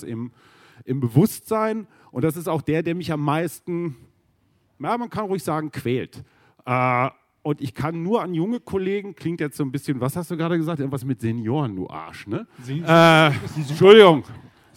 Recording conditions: busy venue